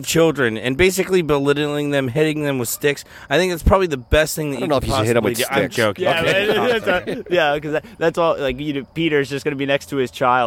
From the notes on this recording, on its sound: He came out and recorded in the backyard with us for our first episode!